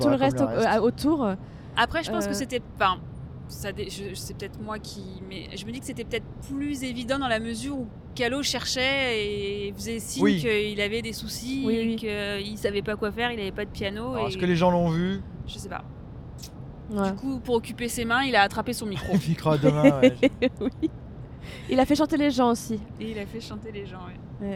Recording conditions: inside a vehicle